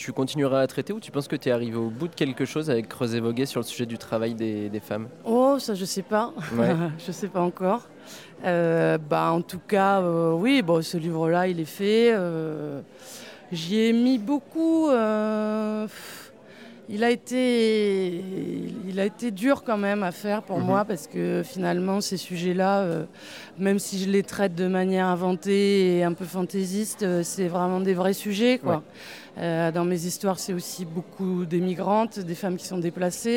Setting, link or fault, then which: setting, busy venue